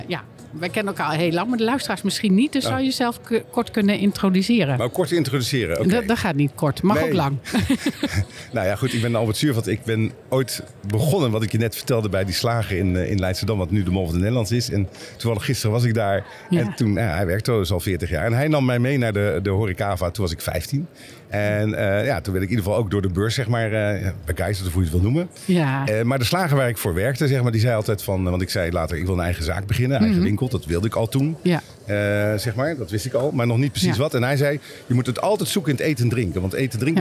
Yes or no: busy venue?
yes